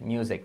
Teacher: Music. Con E y S sonora.